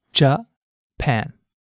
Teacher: Notice how the pan part of the word stands out? That's because this syllable is stressed.